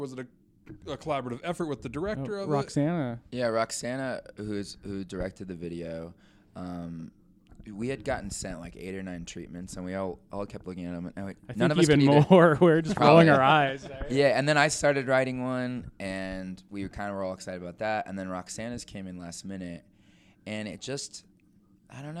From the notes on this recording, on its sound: Today's episode is a bonus episode recorded at the LoveLoud Fest. At the LoveLoud Festival in Orem, Utah.